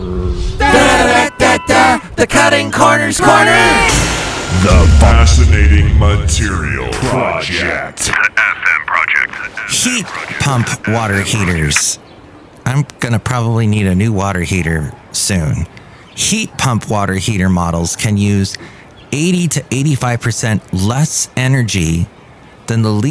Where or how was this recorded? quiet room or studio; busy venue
busy venue